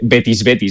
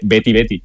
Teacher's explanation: Y bueno, también es verdad que cuando oyes el himno a capela, pues la gente no dice Betis, Betis, dice Betty, Betty. O sea, la S del final es muda, ¿no? · Shown in: second take